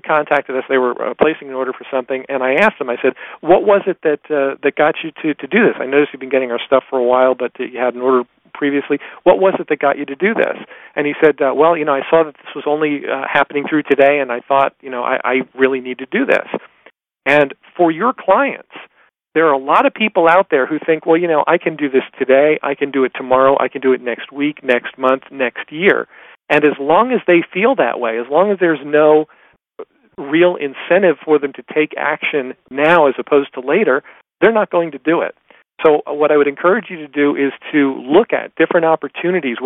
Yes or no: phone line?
yes